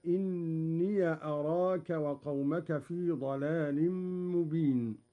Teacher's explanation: قرأ قالون بفتح ياء الإضافة